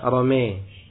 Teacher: Dan menyondongkan alif kepada ya · Term: imalah